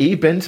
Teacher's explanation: T und N werden am gleichen Ort gebildet. Nämlich hinter den Alveolen mit der Zungenspitze.